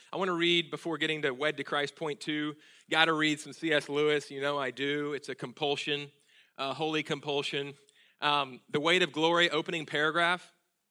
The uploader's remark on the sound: at Sojourn Galleria Church on Sunday, June 3, 2018